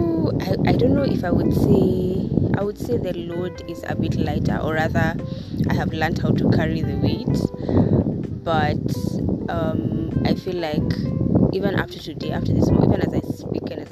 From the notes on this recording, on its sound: I am sorry for the wind distraction